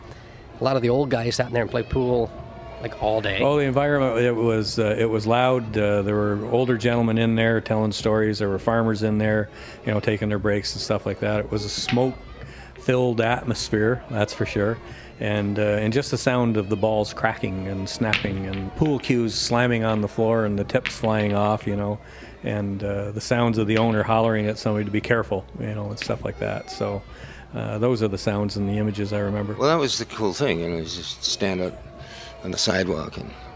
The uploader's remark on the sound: We brought our Storymobile to the main streets of Wellington, Bloomfield, and Picton to gather stories from all along the Loyalist Parkway. The people of the county share stories.